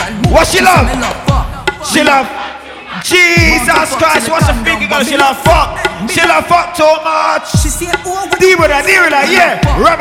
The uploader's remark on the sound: S.W.A.T Day Party Live Audio